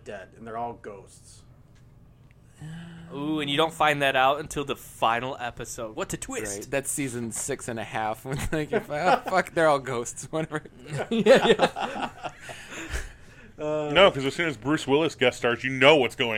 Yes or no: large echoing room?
no